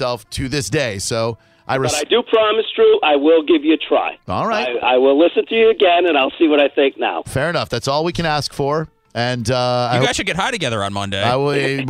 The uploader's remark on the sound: Phone-A-Friend. LIVE.